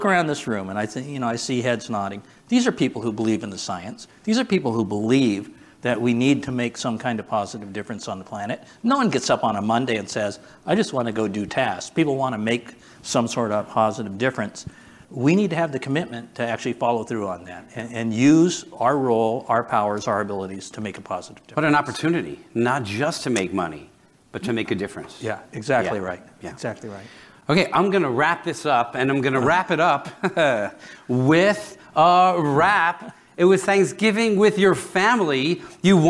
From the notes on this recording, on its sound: Recorded Live consuming Hot Ones level hot sauces at The GridWise Alliance's annual gridCONNEXT conference!